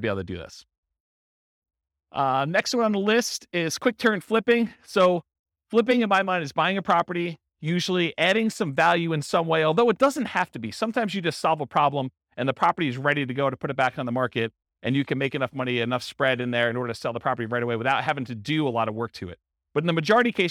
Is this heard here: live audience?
yes